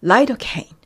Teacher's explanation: リドカイン、カインのところがケイという風に発音されていました